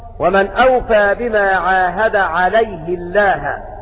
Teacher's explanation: ولا يخفى أن حفصا قرأ ومن أوفى بما عاهد عليه الله، وقرأ باقي القراء ومن أوفى بما عاهد عليه الله بكسر الهاء هكذا لوقوعها بعد الياء. وأما حفص قرأ ومن أوفى بما عاهد عليه لأن الأصل في هاء الضمير الضم هكذا.